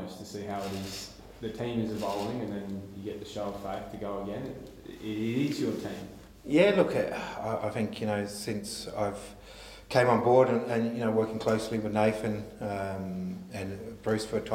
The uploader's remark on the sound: Round 23 press conference.